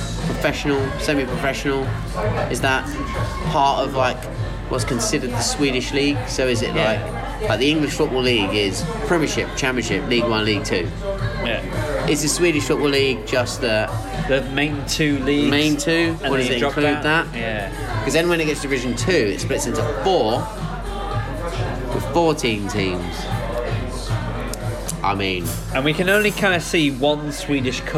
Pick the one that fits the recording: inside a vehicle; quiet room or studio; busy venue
busy venue